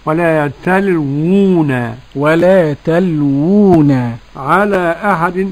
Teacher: الواو الأولى مضمومة والثانية مدية. ولا تلوون، ولا تلوون على أحد، مد منفصل واضح.